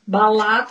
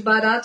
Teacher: aquela história que fala igual cebolinha, troca o R pelo L · Shown in: first take